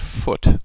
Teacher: Foot starts with F, which is a labial fricative. · Both of them are voiceless. The word foot ends with a T, which is a voiceless dental stop.